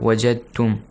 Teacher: you merged dal with ta